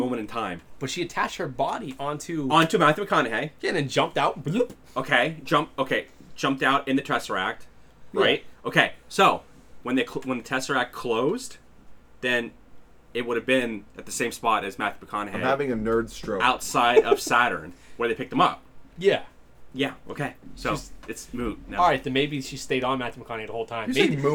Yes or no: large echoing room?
no